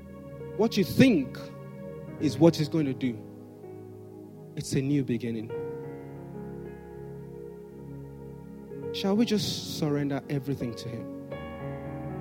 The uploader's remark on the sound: Sunday Service message preached